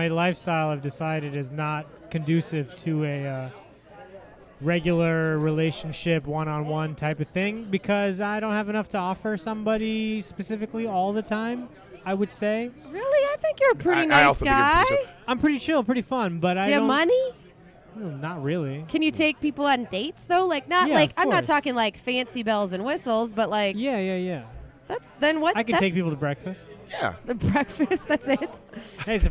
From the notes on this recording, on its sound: Recorded Mondays at The World Famous Comedy Store.